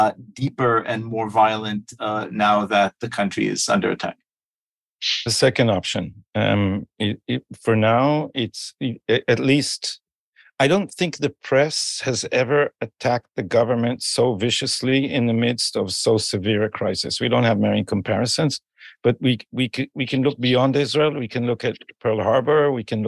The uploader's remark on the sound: Tablet Magazine hosted a zoom.